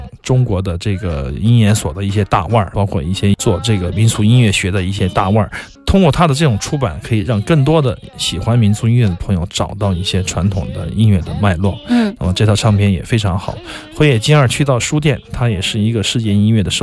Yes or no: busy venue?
no